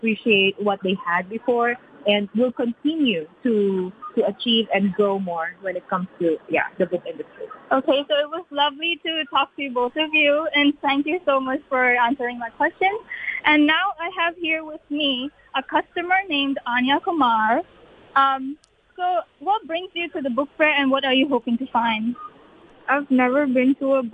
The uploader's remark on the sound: live from the Book Fair